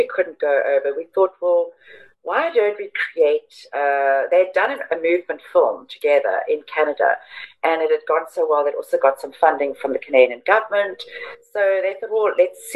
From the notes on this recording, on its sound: I got on a Zoom